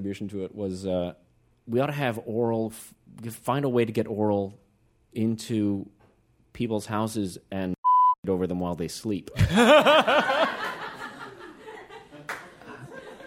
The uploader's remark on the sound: This episode taped live at WNYC's Jerome L. Green Performance Space.